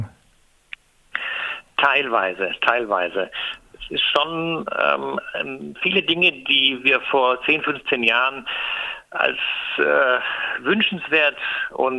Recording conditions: phone line